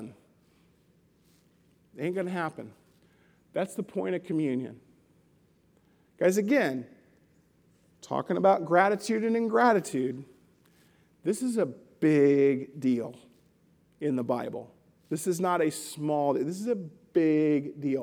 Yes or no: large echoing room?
yes